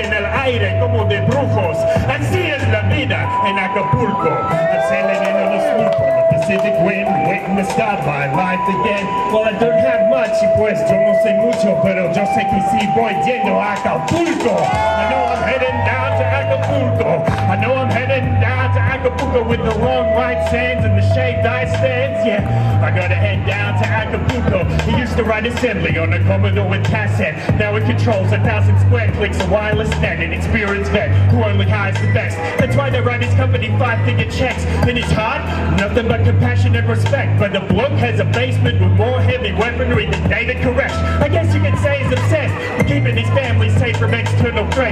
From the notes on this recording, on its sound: Live at Anarchapulco 2016. A hip hop performance at Anarchapulco 2016.